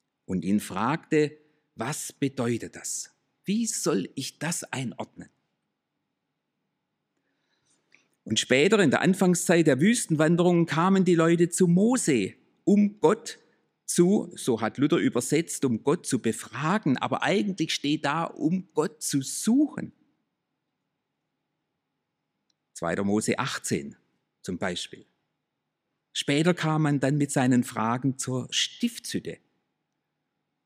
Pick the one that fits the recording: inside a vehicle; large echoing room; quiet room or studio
large echoing room